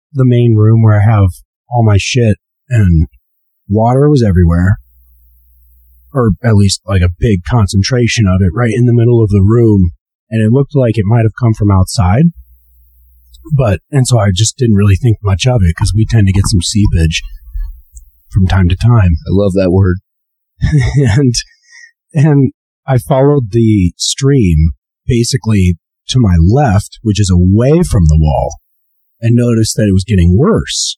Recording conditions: poor sound quality